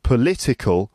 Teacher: the adjective political, the word stress is on the second syllable